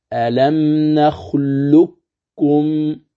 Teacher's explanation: يقرأ بالإدغام الخالص دون إبقاء صفة الاستعلاء ولا صفة القلقلة